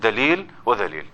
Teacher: صفة خفيفة في الذال، إذ لابد أن يخرج اللسان قليلا من بين الأسنان